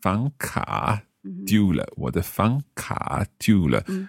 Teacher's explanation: 房, second tone. 卡, third tone.